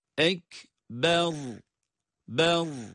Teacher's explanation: El ekber. Onun için bu kelimeyi okurken asla uzatarak okumuyoruz. Ra'yı da kalın okuyoruz.